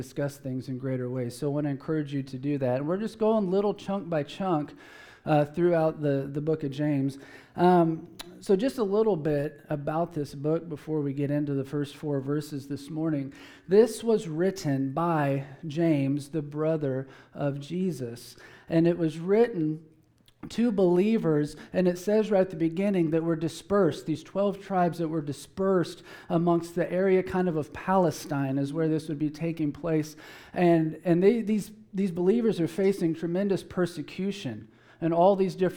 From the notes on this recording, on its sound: Preached at Emmaus Church